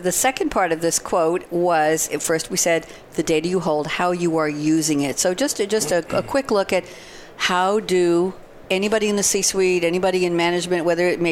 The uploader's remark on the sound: Live from Sap Sapphire Now 2017.